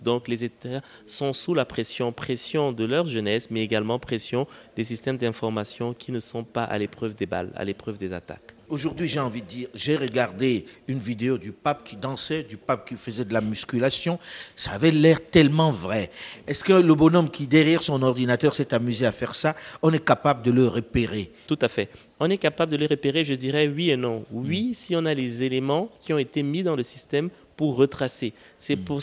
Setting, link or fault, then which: setting, busy venue